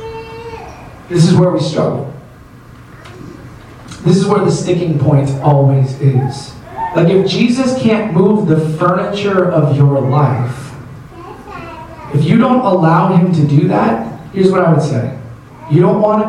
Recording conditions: poor sound quality